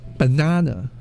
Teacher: It's the first and last A, that first and last A are schwa